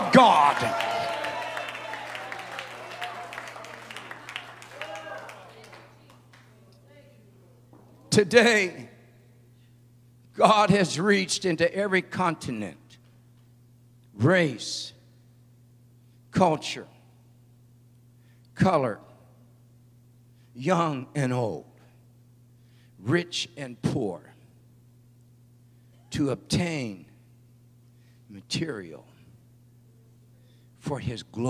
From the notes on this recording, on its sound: at the Victory Gathering at Fireplace Fellowship